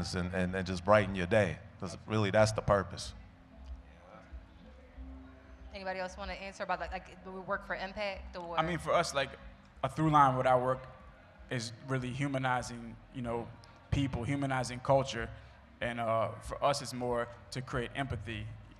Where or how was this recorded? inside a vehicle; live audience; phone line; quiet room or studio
live audience